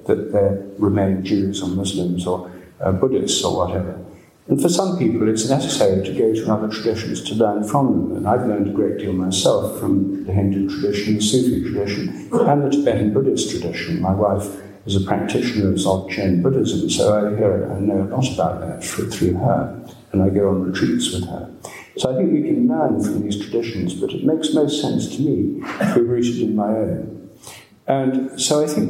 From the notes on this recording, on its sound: Dartington Great Hall, Devon, January 28, 2015.